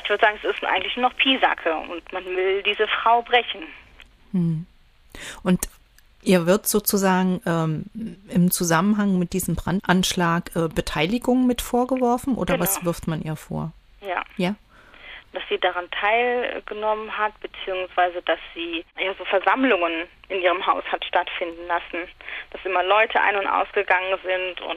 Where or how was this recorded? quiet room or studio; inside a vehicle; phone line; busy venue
phone line